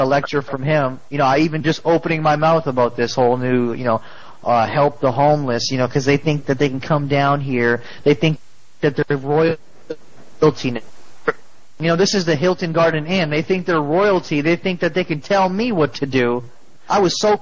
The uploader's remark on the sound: Prank Phone Calls. Help the Homeless Week at Hilton Garden Inn.